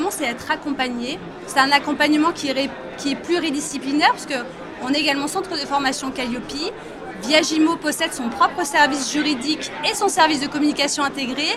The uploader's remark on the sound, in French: Cet épisode de Mon Podcast Immo a été enregistré à Immo, le Congrès immobilier FNAIM 2023.